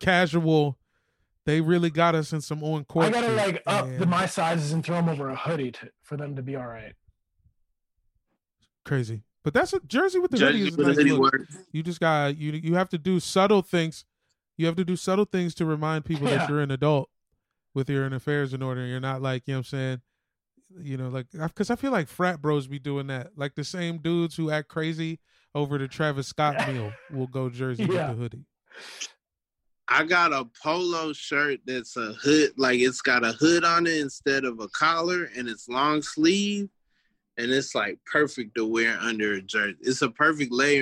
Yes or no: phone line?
yes